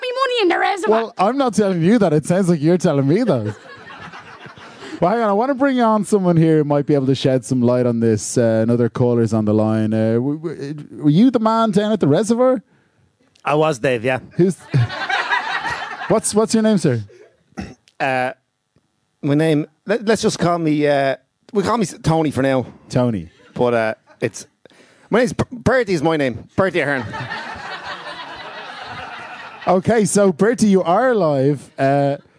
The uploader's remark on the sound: Live at The Tightrope